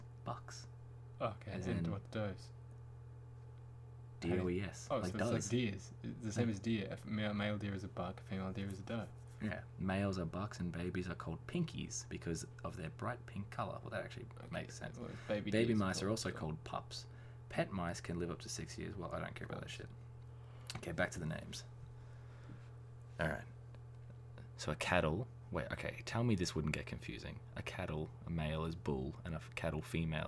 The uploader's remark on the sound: Apologies for the droning in the background.